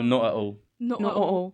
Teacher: in Essex, we don't pronounce like T's and stuff at the end of words